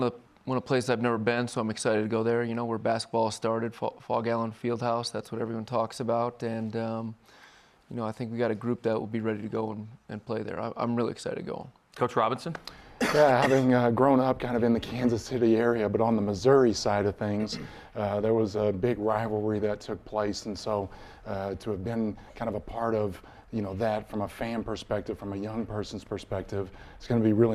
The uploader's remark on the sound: A live audience in Studio C.